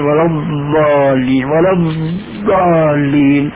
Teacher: فهي ضاد رخوة يقترن معها الاستطالة، بحيث لو أراد الإنسان أن يمد نفسه بضاد ولا الضالين لاستطاع، خلافا للضاد الشامية فإنه ينقطع وينصدم. · Term: الضاد العربية الصحيحة